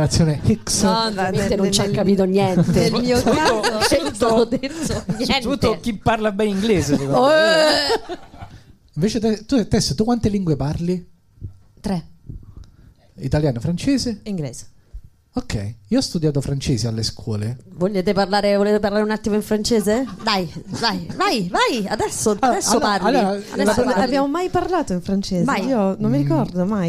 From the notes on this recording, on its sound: Live dal GhePensiMi di Milano